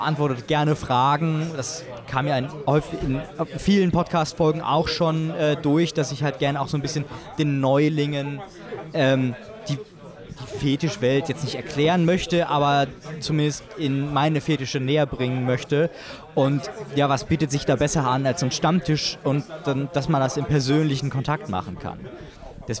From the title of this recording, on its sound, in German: Live vom U35 Fetisch-Stammtisch in Hamburg